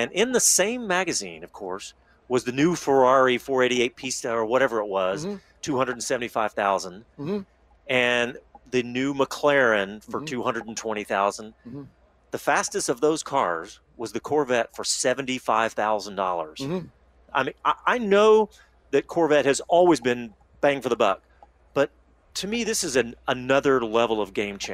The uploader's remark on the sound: Live post-race coverage from Circuit of The Americas as World Endurance Championship racing comes to a close.